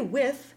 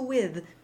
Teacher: While I may say with, I will always coach it voiced to with · Shown in: second take · Term: voiced TH